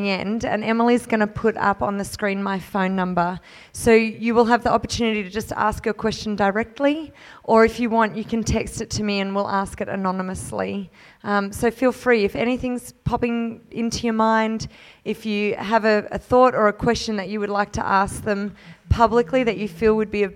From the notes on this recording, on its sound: Final Session of the Divergent Church Radiance Women's Conference 2019